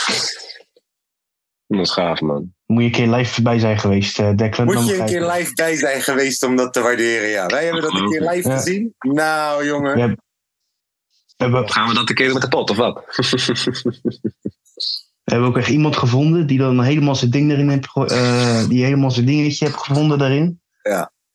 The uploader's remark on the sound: ZOOM CALL.